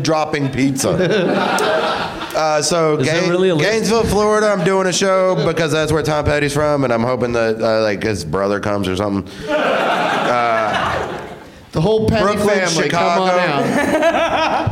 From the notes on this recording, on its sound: Live from the UCB Sunset Theatre